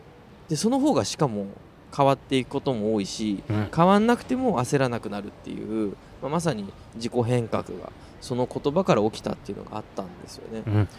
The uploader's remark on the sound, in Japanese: 春の日差しが暖かな公園での収録も後編です。